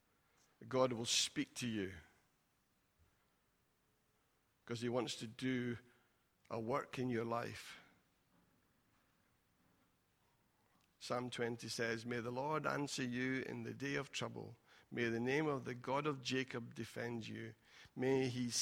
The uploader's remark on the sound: Recorded at freedomcentre church, Preston on Sunday 1st March 2020